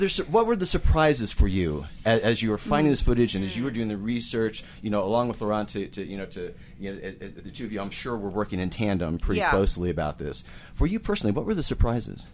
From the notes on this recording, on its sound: We're headed back to the Sundance Film Festival.